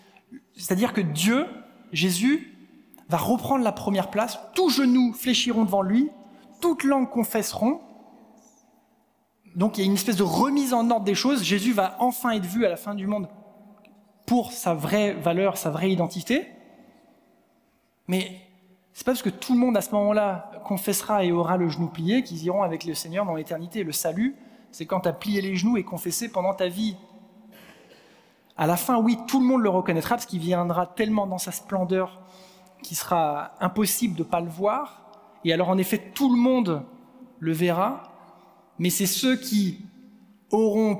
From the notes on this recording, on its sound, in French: Enregistré à l'église CVV, le 06/11/2022